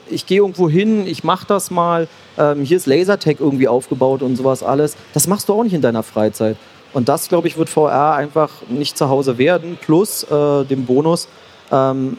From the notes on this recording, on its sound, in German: Im CAGGTUS-Live-Talk. Im Live-Talk von der CAGGTUS 2023 in Leipzig.